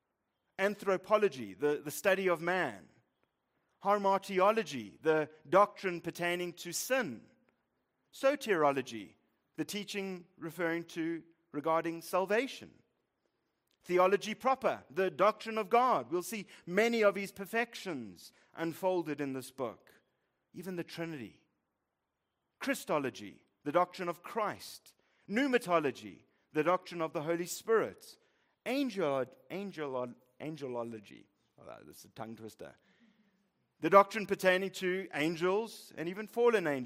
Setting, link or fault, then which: setting, large echoing room